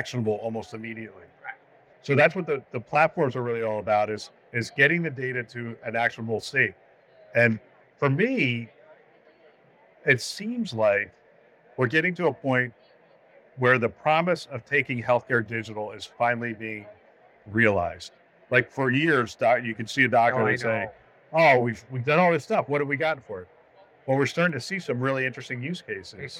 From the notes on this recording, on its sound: live from HLTH23.